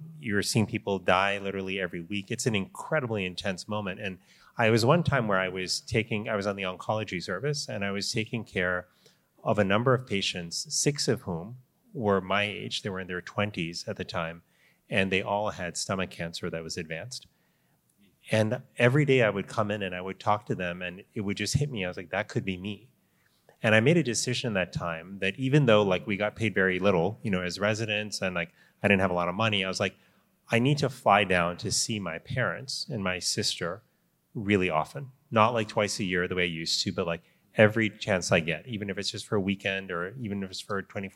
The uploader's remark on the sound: Recorded live from the Barclays Center in NY.